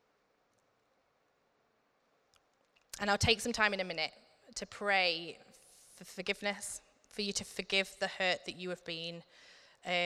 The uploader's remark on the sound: Recorded at Middlesbrough Community Church.